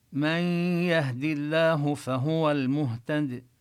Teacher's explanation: ندغم النون بالياء إدغاما بغنة، وهذا الإدغام إدغام ناقص، مع أنهم يعني لم يضعوا علامة الإظهار، فإذا الحكم ليس هو الإظهار، إنما هو الإدغام بغنة.